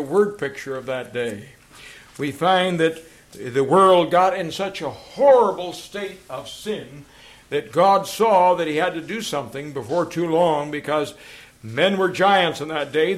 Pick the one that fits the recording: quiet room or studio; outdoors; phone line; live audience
live audience